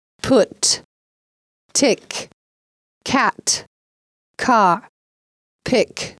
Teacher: звуками «п», «т», «к», которые, в отличие от их русских аналогов, выговариваются с придыханием, особенно в начале ударного слога, если непосредственно после них располагается гласное.